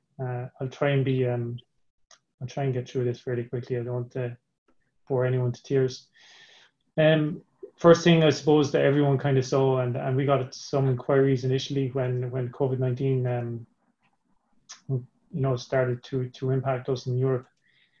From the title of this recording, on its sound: APTN Zoom Call